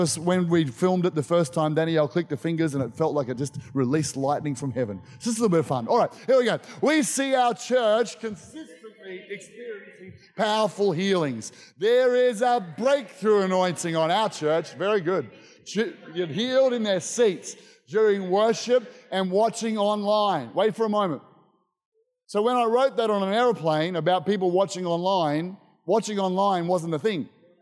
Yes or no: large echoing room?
yes